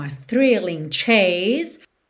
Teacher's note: Termina o som no S com uma carinha de Z.